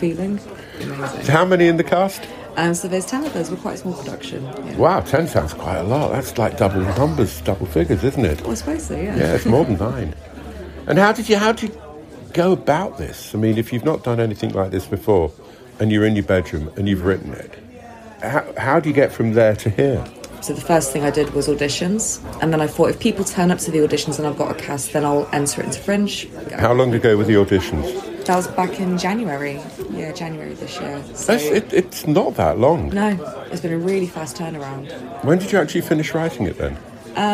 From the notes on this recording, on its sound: This week we're at The Brighton Fringe